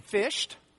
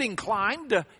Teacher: why do you pronounce the D like a T in fished, but inclined, it's a D?